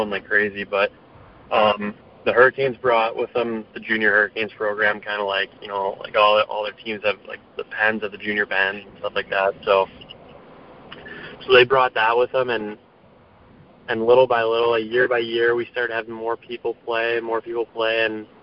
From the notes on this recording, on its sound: The recording of this special Veteran&#8217;s Day conference call. The recording of this special Veteran’s Day conference call.